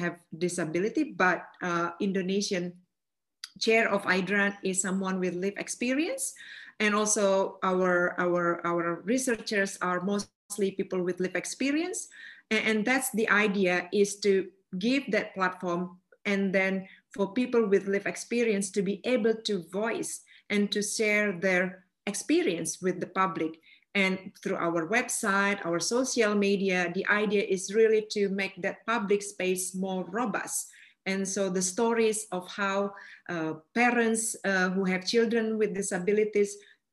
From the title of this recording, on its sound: CAUSINDY Online Webinar Series